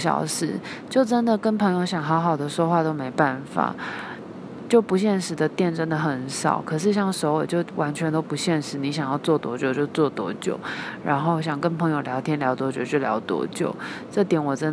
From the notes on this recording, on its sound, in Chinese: 錄製於成吉思汗機場